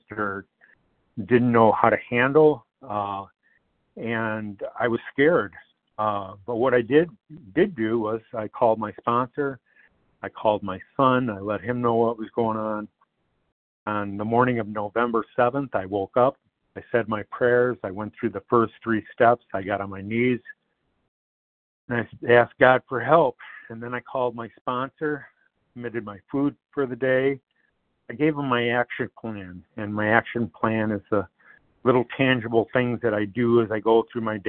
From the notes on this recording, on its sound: 100 Pounders Phone Meeting